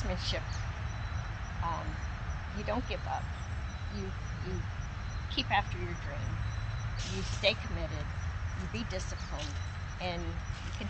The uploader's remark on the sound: the sub-par audio in these first sessions